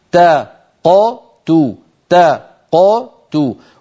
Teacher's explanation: نفتح الفم عند التاء تا ق نقلقل القاف دون أي عمل إضافي تو ونضم عند التاء